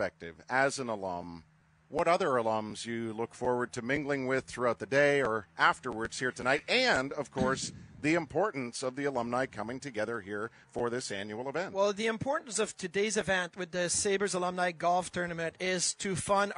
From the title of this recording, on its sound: live at Sabres Alumni golf tournament